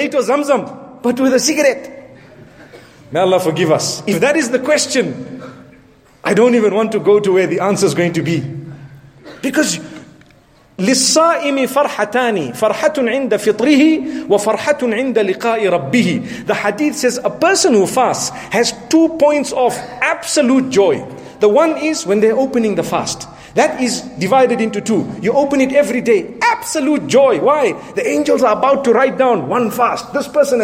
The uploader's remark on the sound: Jumu’ah Lecture prior to Ramadan 1437H from Bosmont Masjid in Johannesburg, South Africa.